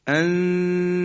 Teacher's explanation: ان توم همراه با مکس و کشش هم هست که به اندازه دو حرکت هست. خب ببینید، ما وقتی که همزه رو میگیم ا و نون ساکن رسیم که بعدش هم تی دو نقطه است، در حقیقت ما جوری تلفظ میکنیم که نون رو مخفی میکنیم، اما در ابتدای مخرج تی دو نقطه هستیم.